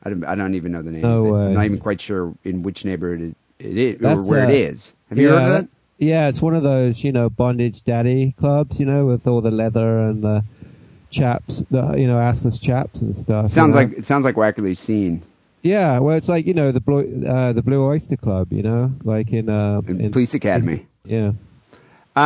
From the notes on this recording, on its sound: Phone calls and listener email.